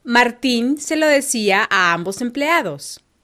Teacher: the vowels I and the following three A's will all be fused together